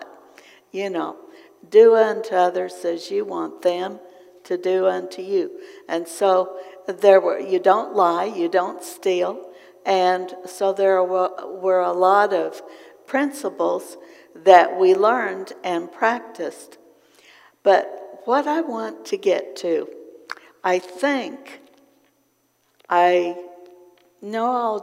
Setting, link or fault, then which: setting, large echoing room